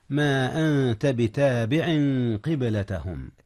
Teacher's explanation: أخفي النون قبل التاء، والتاء من حروف الإخفاء.